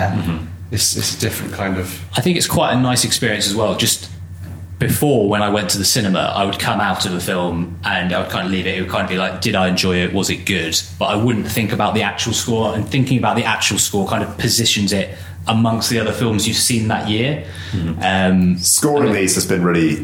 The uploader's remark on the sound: Recorded live at the Big Geekend at Guernsey Museum. We answer questions from the audience.